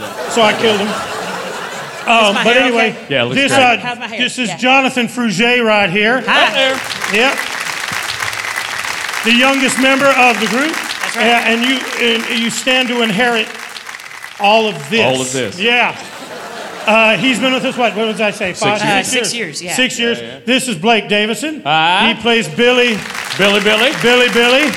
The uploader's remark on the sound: Live at the SouthPoint Casino